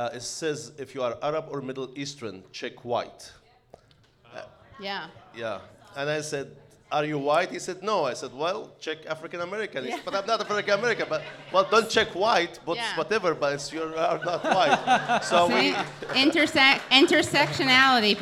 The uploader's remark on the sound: This is our LIVE TAPING episode